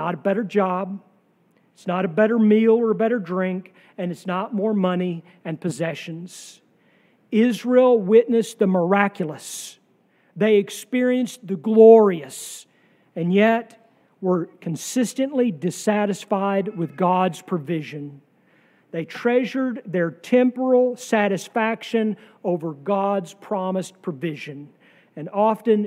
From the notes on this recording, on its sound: sermon from our worship service on July 9, 2023